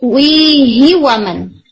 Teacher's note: پھر آپ ہا کو شارٹ کر دیں گے، کیوں، اس لیے کہ اس سے پہلے ساکن لیٹر ہے، تو وی ہی و من.